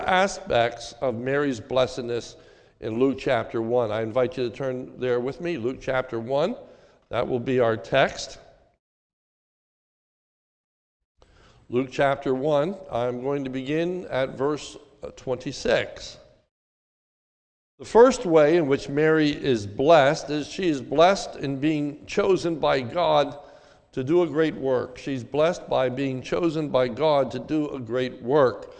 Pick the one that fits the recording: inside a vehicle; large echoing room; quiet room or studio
large echoing room